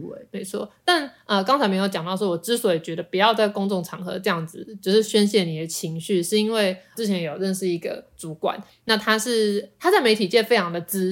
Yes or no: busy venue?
no